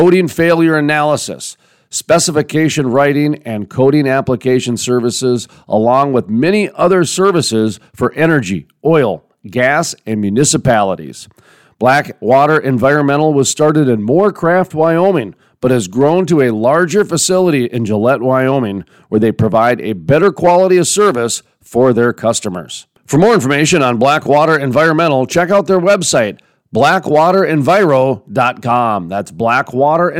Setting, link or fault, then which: setting, busy venue